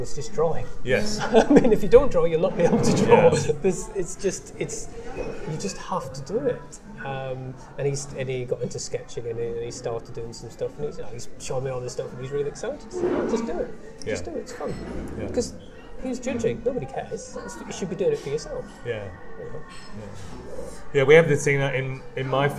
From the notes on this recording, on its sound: I took my mini recorder to a slightly noisy coffee shop in Cambridge